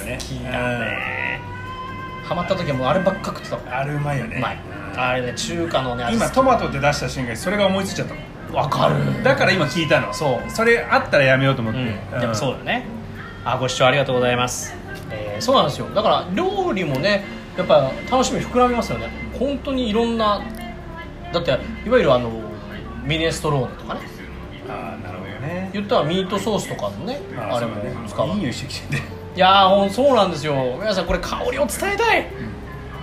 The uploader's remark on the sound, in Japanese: 薫り豊かなお店でお届け